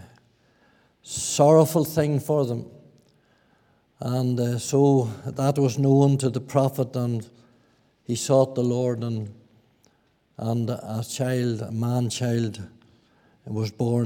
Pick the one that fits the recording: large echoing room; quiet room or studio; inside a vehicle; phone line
large echoing room